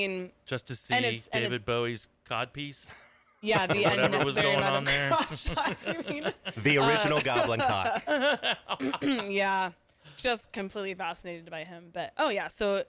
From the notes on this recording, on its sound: at the Casbah San Diego